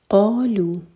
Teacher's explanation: قا قاف حلق سے اور ہیوی